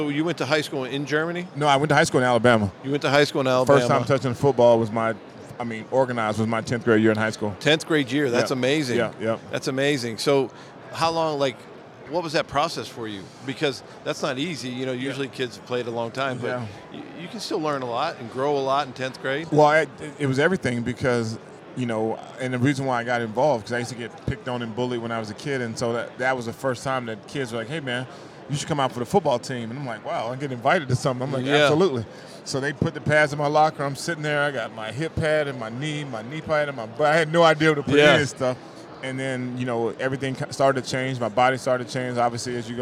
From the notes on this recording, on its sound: LIVE RAW & UNFILTERED at Super Bowl LVII